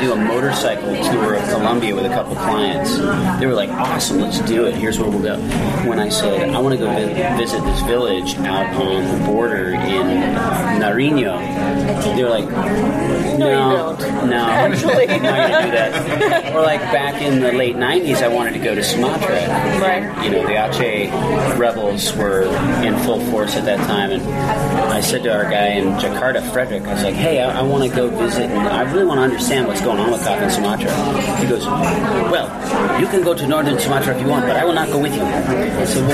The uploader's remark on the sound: Dork Expedition to Atlas Coffee, Seattle. It might be loud, but it’s awesome. Because of the guerilla nature of the taping, there is background noise. It should be able to be done better with other equipment. Try to hear the waitress’s political opinion in the background.